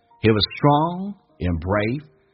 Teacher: 记住 he was 用降调读 he was strong and brave